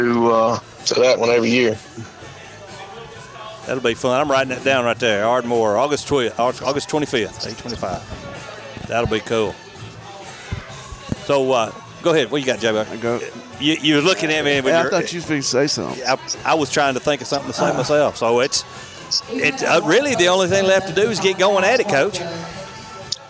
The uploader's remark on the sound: Live at Mud Volleyball for a Cure